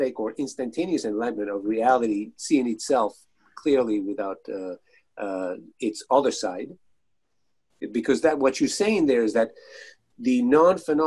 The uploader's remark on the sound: From 6-27-2020 Zoom meeting. Thanks for listening and enjoying the four parts making up the Zoom meeting session.